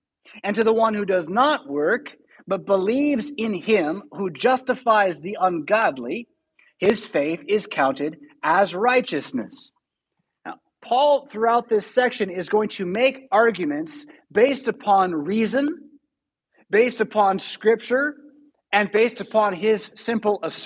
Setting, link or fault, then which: setting, large echoing room